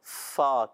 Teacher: یہ فا کا مخرج ہے اوپر کے دانتوں کے کنارے جب نیچے والے ہونٹ کے تر حصے سے یعنی گیلے حصے سے لگتے ہیں تو ادا ہوتا ہے فا